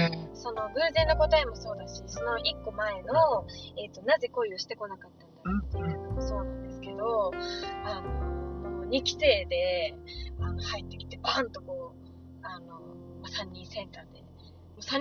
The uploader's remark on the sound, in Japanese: 今回は録音環境が悪くOPは別撮りしました。